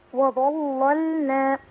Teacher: اللام الأولى اللي هي اللام المشددة هي اللي هتغلظ عند ورش صح كده؟ اللام الثانية ساكنة فمرققة